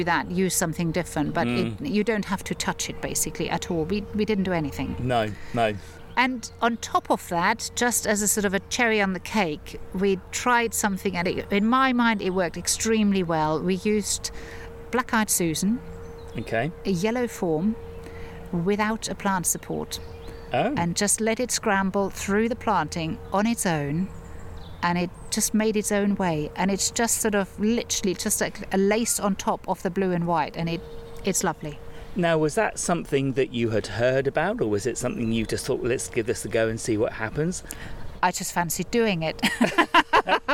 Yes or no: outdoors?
yes